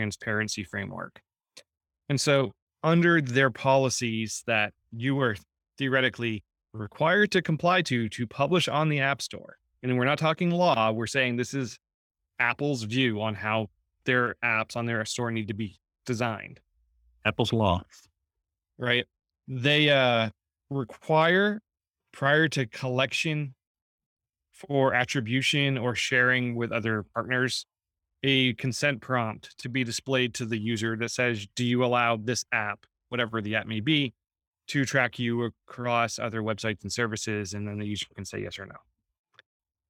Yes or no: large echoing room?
no